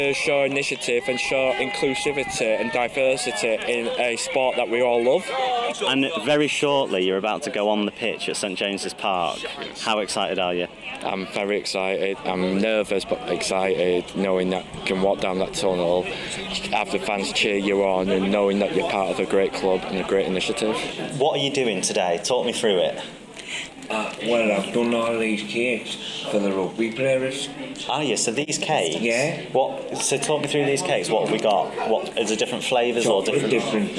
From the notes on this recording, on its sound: Live from St James’ Park for Magic Weekend